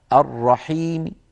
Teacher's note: ميم صوتها منخفض، صوت كسرتها منخفض · Term: الروم